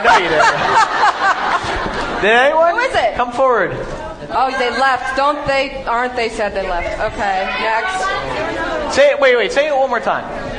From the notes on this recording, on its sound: Our huge live show with PotterCast, recorded at Manhattan’s Union Square Barnes & Noble right after the premiere of Harry Potter and the Goblet of Fire . More than 500 fans came out to say hello; we all were downright terrified.